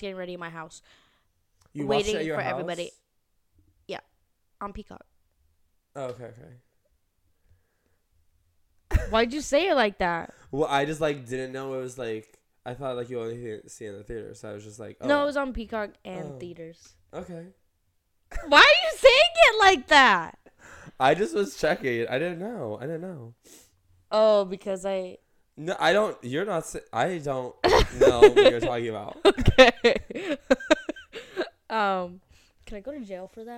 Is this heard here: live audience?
no